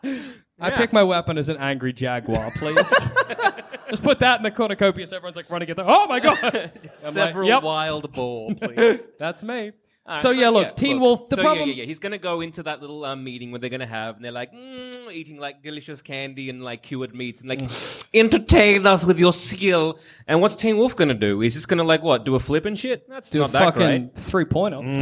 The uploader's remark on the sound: Live from Eureka Hotel Melbourne!